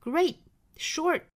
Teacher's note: 相当于是把这个 t 给憋回去了、啊、不发出这个 t 的发音了